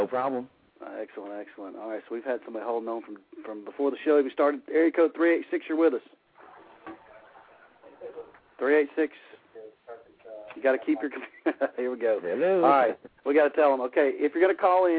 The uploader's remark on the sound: taking calls from listeners